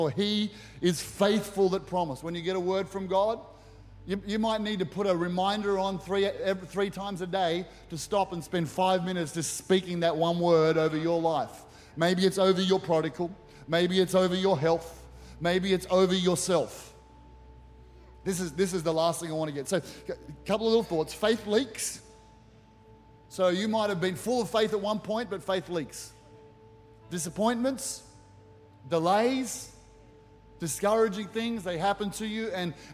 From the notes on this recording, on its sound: With services streamed live at 9am AEST. Recorded during our 9am service on Sunday, the 18th of February 2024.